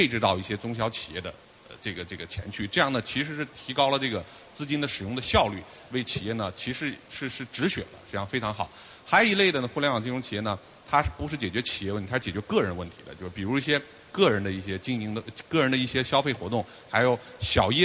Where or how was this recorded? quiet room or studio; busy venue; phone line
busy venue